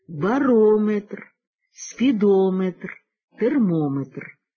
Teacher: у них наголос ставиться на передостанньому складі «барометр», «спідометр», «термометр».